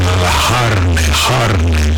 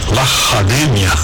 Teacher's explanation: os fiorentinos têm uma pronúncia particular para o C, né? Eles falam C quase como um H aspirado, carne, que em italiano é carne, eles dizem la carne, carne.